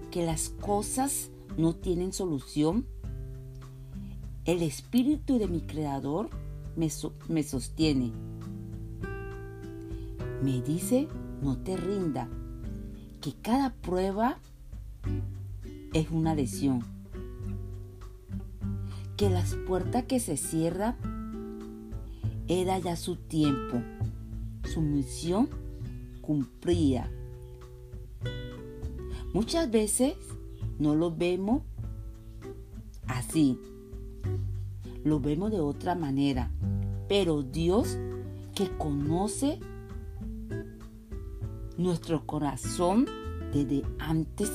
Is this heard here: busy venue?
no